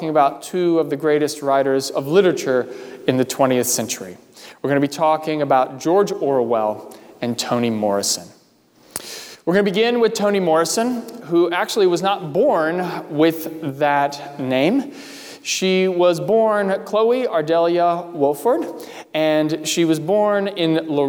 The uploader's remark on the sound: during the Sunday July 19, 2020 service, at First Presbyterian Church of Arlington Heights, Illinois.